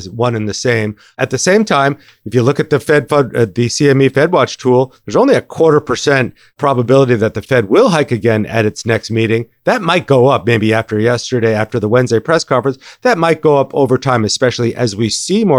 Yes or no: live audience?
no